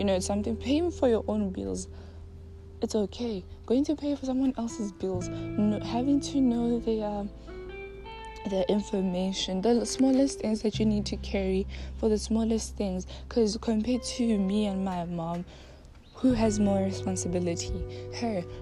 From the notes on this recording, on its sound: Walk and talk session.I hope it’s not too noisy.